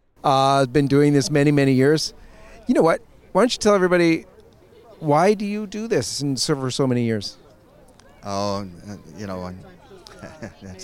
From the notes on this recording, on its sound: Hundreds rally outside USCCB assembly. This exclusive on-the-ground report outside of the November 2023 USCCB Assembly.